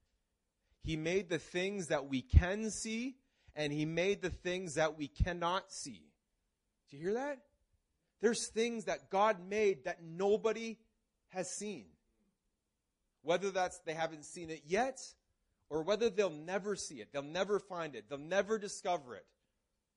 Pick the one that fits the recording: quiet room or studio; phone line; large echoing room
large echoing room